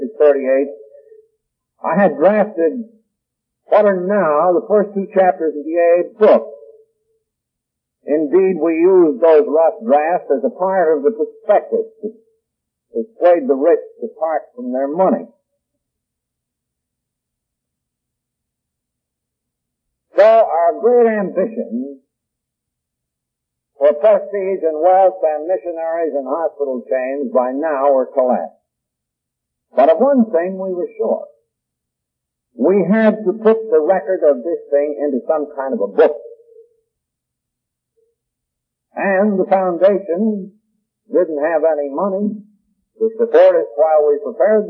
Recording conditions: poor sound quality